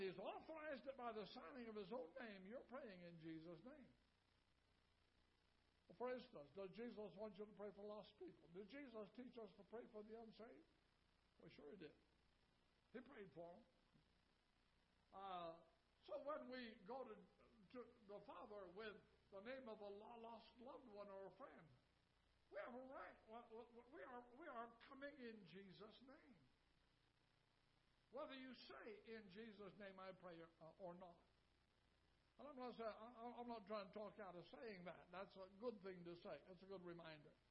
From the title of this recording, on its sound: Ketha Heights Baptist Church ~ Live Broadcast